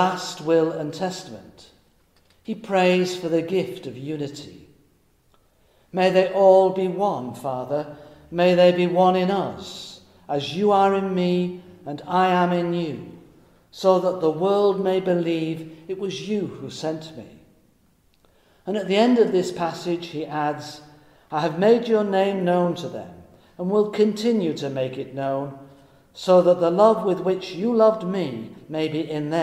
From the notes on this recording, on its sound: Recorded in Middlesbrough Cathedral on Thursday, 28 May 2020.